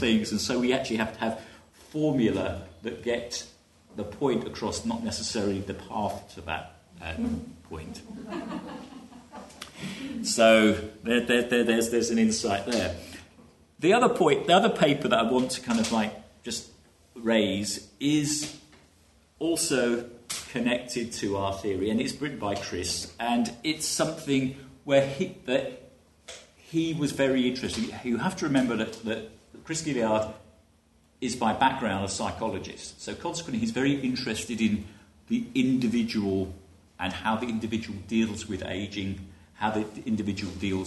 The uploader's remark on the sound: Framing Ageing Conference (Panel 3 - Successful Ageing and Technologies of the Self). At the Framing Ageing conference in UCD.